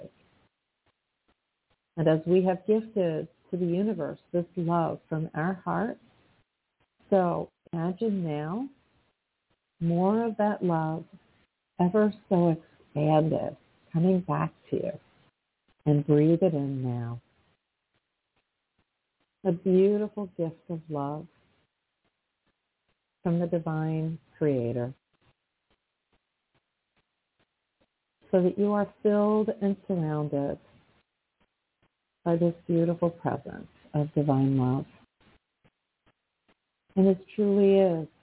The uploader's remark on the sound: in response to callers' questions